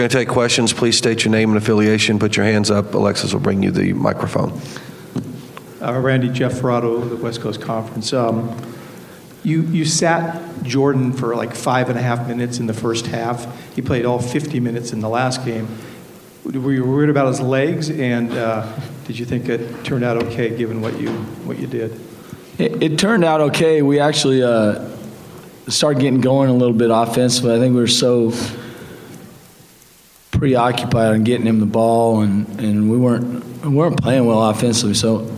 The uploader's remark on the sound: Saint Mary's postgame press conference.